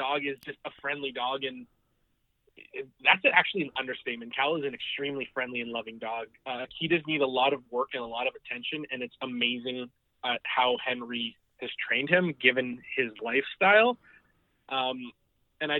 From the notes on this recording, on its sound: The live debate has been put on the shelf for the moment mostly because its impossible to edit and WAY more fun in the same room. On the phone this week are cast members.